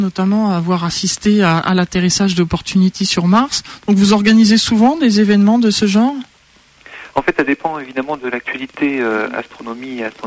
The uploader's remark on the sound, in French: Directeur du Parc aux étoiles à Triel sur seine (par téléphone).